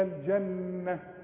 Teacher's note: وكلمة الجنة النون احنا خدناها لازم تغنى